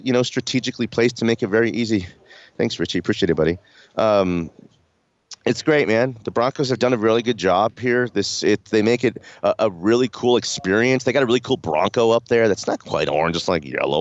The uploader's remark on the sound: LIVE from Broncos training camp